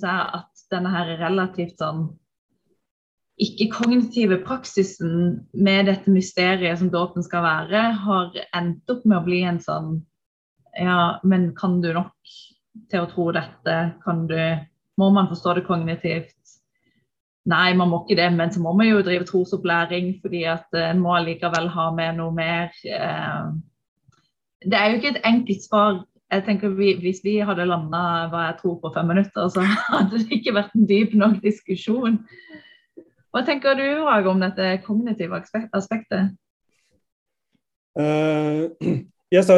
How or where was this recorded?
video call